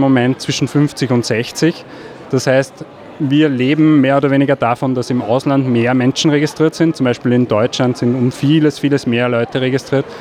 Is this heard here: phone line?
no